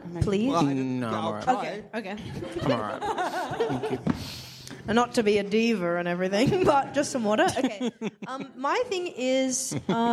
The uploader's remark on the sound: Recorded live at Improv Theatre Sydney in Redfern. As well as to the incredible audience.